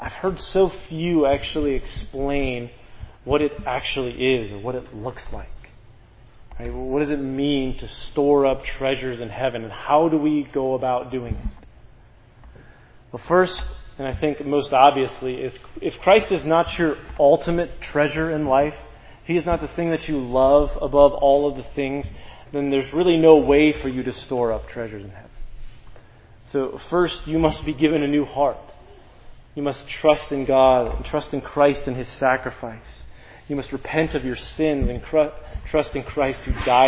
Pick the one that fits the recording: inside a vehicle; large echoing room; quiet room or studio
large echoing room